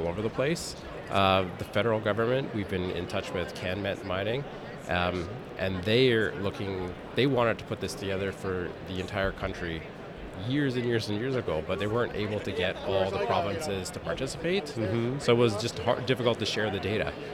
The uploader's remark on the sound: We wrap up Day 3 at the Roundup Conference in Vancouver with two important conversations.